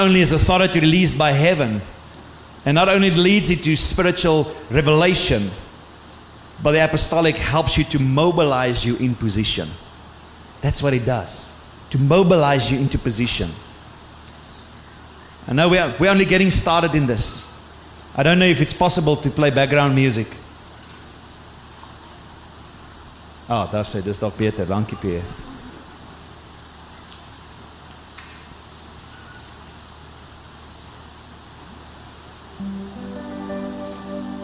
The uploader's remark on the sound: Sunday morning service 11 February 2024. Proton Believers - Sunday morning service.